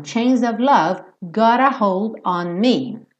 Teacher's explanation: esse T tá pintadinho de azul claro porque ele foi reduzido para aquele som rarara, que é bem típico da pronúncia americana